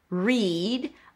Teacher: an R sound, a high E, re, and then a D.